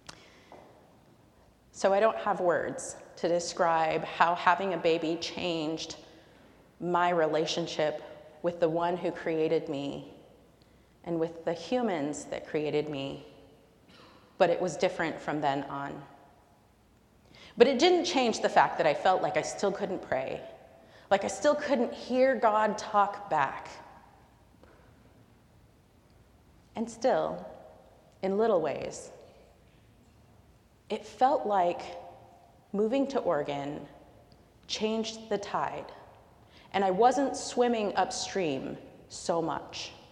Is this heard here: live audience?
yes